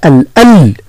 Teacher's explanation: الألباب اللام حذاري من قلقلتها لا نقول الألا الألا لا الأل نضغط على اللسان حتى لا